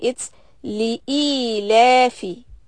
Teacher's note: First we have a lam with a kasra for one count, and then hamza with a kasra, e, li-e. So it's not li.